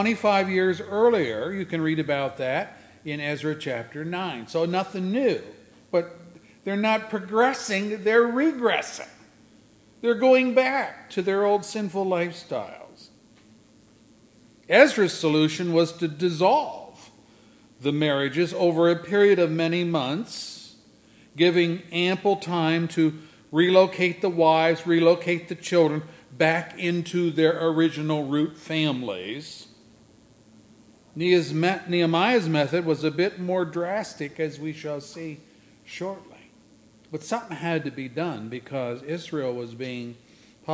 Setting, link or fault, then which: setting, large echoing room